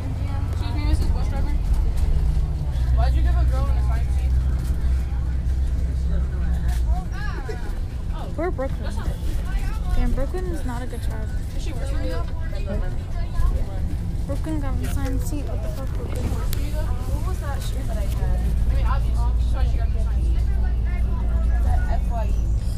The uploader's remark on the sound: Recorded on a bus